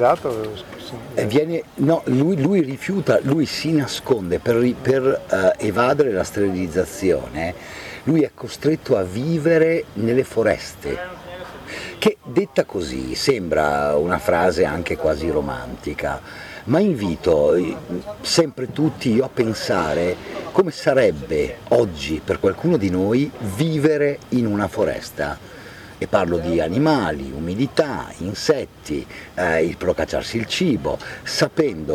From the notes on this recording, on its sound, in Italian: Altre tre interviste registrate ad Antiche Mura Teatro Festival